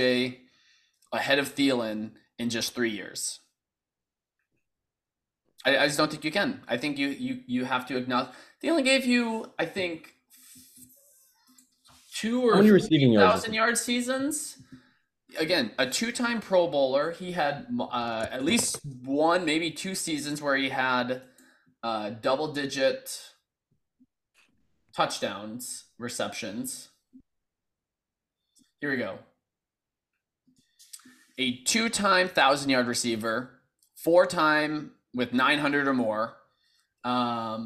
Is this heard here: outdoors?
no